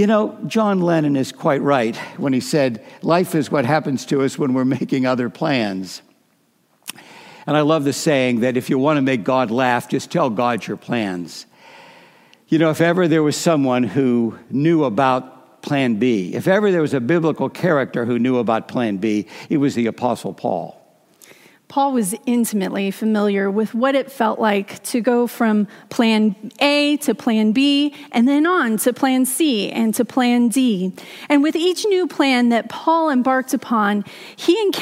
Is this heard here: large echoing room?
yes